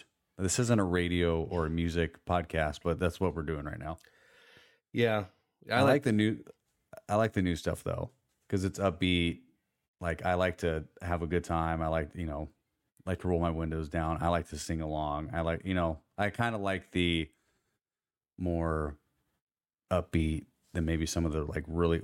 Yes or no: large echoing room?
no